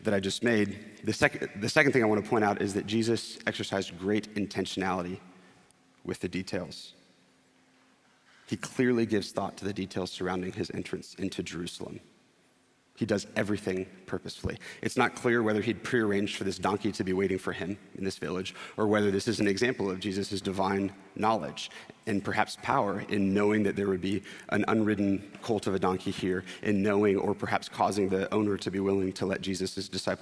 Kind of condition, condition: setting, large echoing room